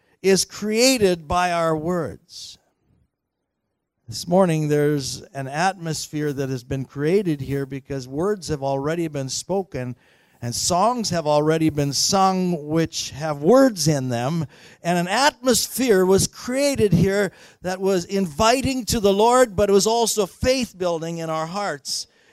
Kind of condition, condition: setting, large echoing room